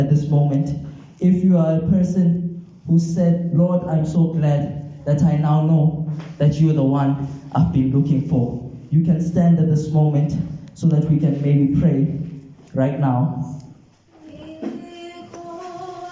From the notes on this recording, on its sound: This Sermon was recorded live at Montclair SDA.